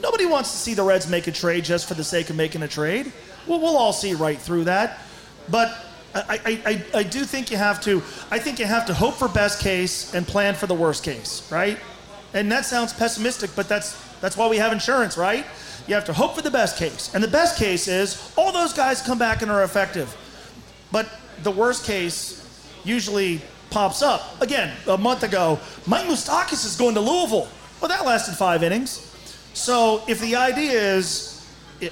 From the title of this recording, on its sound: LIVE from Fretboard Brewery